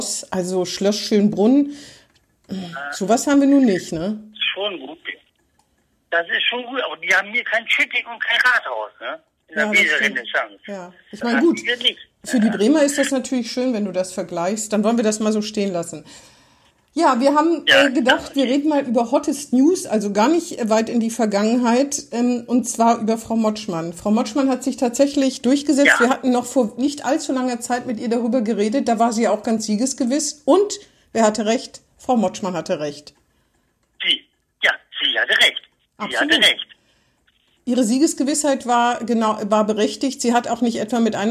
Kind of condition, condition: link, phone line